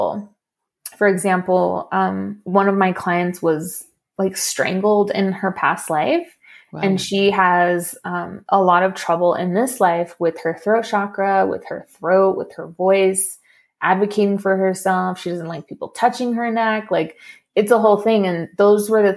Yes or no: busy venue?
no